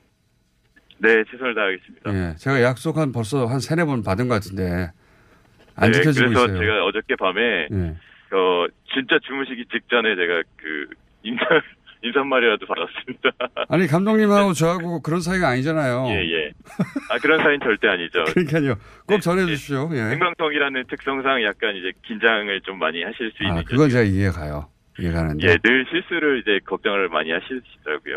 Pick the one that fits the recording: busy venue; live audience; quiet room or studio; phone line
phone line